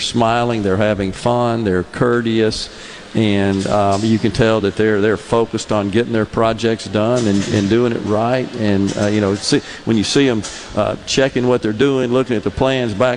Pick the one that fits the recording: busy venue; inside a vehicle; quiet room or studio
busy venue